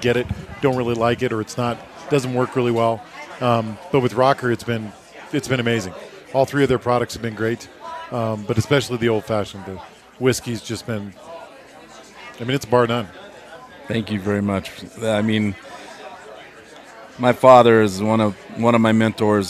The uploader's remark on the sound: The Modern Eater Show was live from Abrusci's Fire and Vine Saturday night!